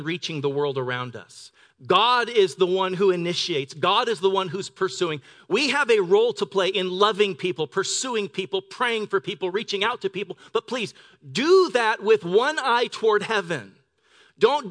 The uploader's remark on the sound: Delivered on 9 December 2018 at Grace Church of La Verne